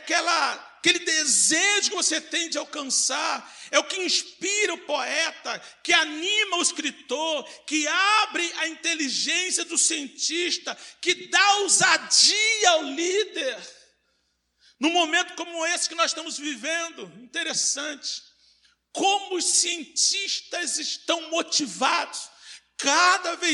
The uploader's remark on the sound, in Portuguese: CULTO AO VIVO